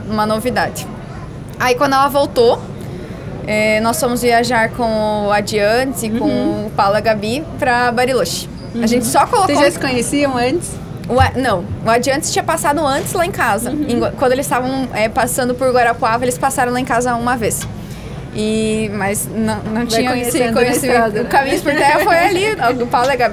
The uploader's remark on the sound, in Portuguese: Este podcast foi gravado no estande da Gris durante o Encontro de Land Rover que aconteceu em Foz do Iguaçu em setembro.